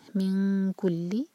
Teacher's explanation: یہاں پر اخفاء کیف کے لیے، تو کیف کے مخرج کے قریب زبان لے جائیں گے، اور دو سیکنڈس کا ٹائم